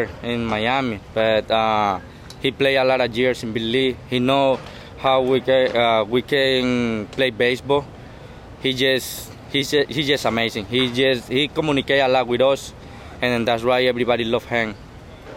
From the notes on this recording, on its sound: live from the first full squad workout for the Marlins in 2024.